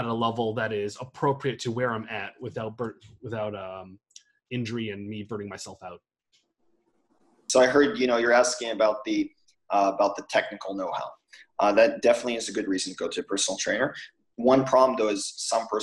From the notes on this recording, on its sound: The internet connection was less than ideal during this recording.